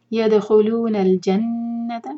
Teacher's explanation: دال پر قلقلة اور نون مشدد پر غنة